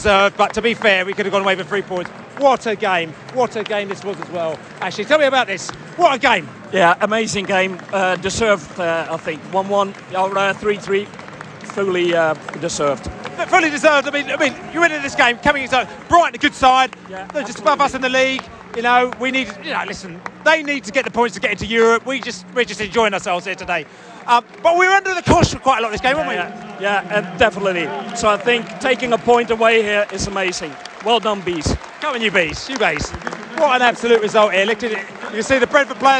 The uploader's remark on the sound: Post-Match Podcast from The Stands. We spoke to Bees fans and Brighton fans in the stands and the pub after the match.